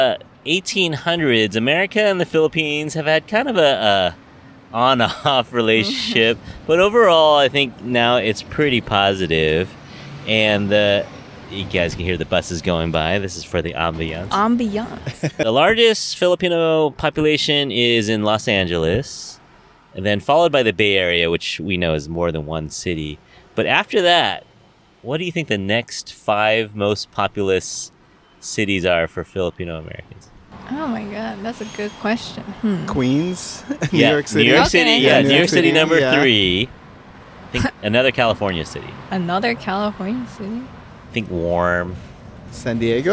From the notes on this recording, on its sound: We recorded on location inside a restaurant! It was a bit noisy, but it was a good learning experience.